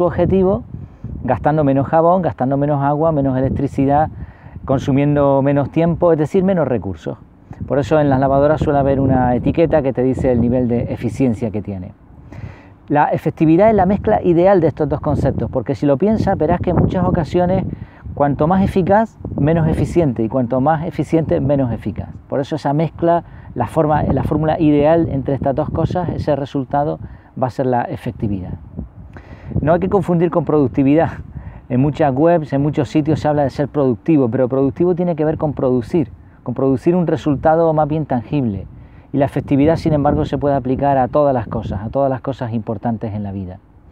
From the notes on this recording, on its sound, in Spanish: Este video ha sido grabado en el barranco de Teror, con el puente de Arucas al fondo, y la montaña de Arucas a la izquierda. Y sí, aunque no lo parezca, había bastante viento.